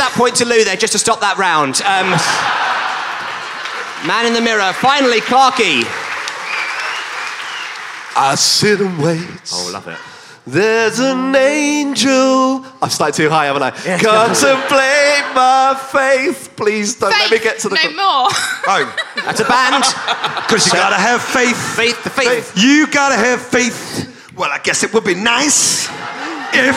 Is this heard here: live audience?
yes